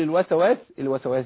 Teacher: السين بتاعت الوسواس ما ينفعش اهزها واحركها